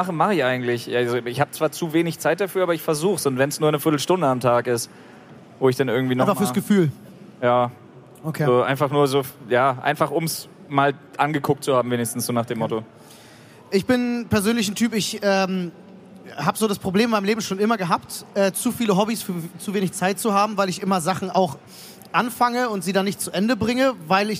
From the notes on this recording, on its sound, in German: Live von der Polaris in Hamburg